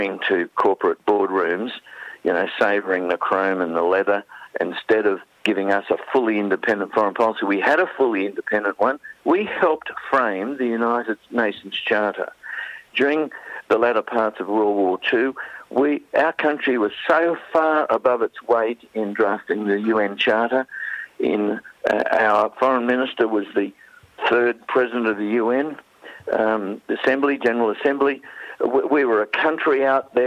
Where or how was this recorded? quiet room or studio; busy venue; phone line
phone line